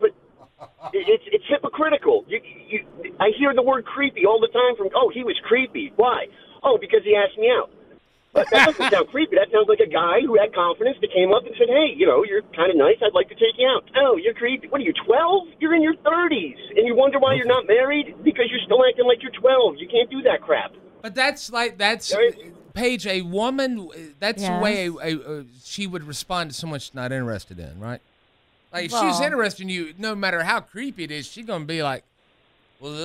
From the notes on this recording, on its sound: Open Phones.